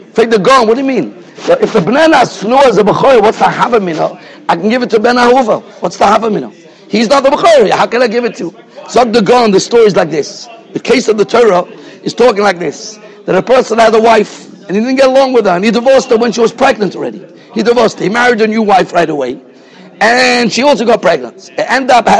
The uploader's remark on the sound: Shiur recorded in Yeshivas Ohr Reuven, Monsey, NY.